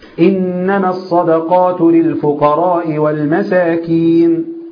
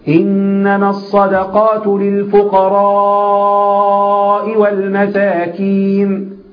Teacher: فالرجل قرأ للفقراء بدون ما يمد · Shown in: first take · Term: مرسلة